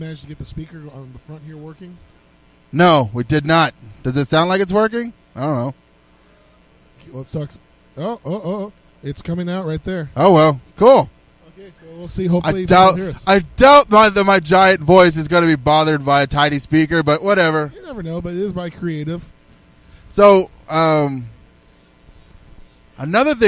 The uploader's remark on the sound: We did our show live from the floor on day 2. Comicpalooza 2016 - Live From The Floor On Day 2.